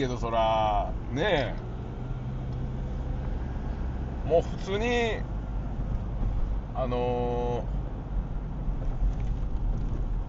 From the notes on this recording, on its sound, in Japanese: サーフィンに向かう道中で収録しました